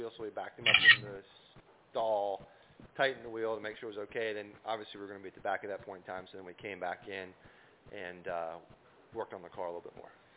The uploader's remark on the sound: the drivers from 7K Racing call